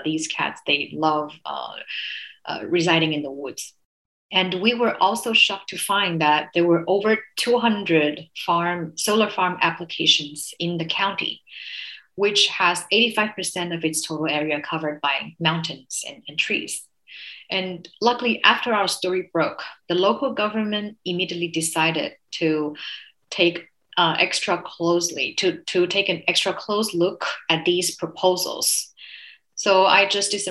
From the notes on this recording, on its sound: This special episode is the recording of the SOPA media insider webinar